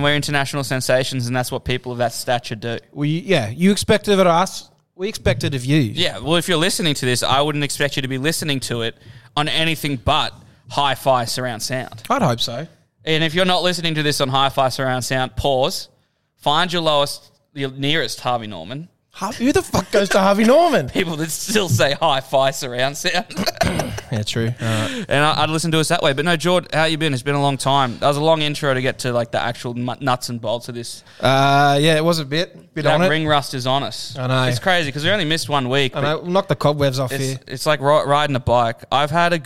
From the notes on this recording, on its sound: live from the Caxton Hotel!